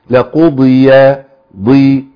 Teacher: الضاد مكسوره لكن فيها اطباق، الاطباق ده بيخليها قويه